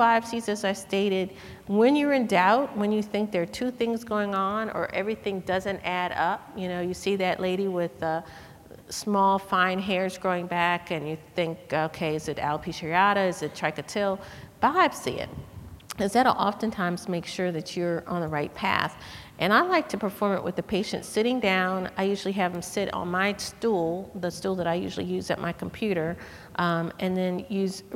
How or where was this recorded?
large echoing room